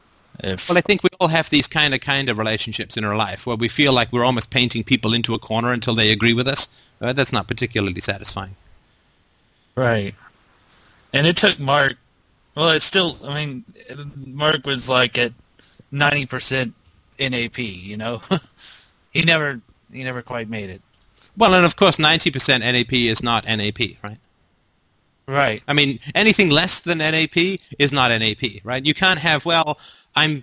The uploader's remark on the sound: Sunday Call In Show